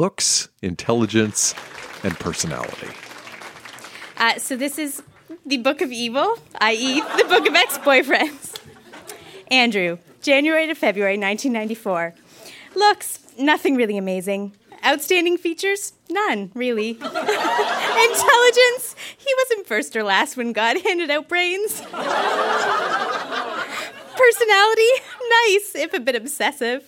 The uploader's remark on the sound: Recorded live at Yuk Yuk’s in Ottawa.